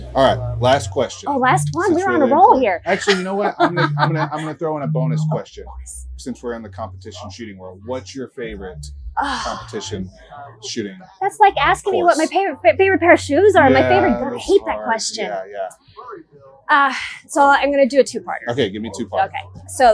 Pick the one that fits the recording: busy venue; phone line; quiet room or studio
busy venue